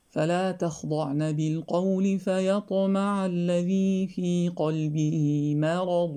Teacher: ترقيق الميم وتفخيم الضاد